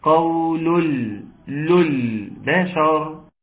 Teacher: اي اللي عاوزين كده عاوز يقول لك ان في بننتقل من اللام المضمومه للام الساكنه، من اللام المضمومه قول البشر، يبقى بننتقل من تسقط همزه الوصل وننتقل من اللام المضمومه للام الساكنه